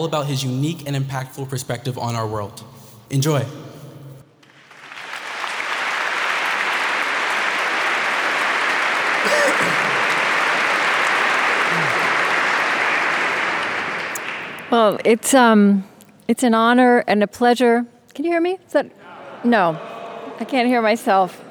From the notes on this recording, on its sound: Unedited. As part of the 2017 Chicago Humanities Festival before an audience of over 1,500 people, black and white, young and old.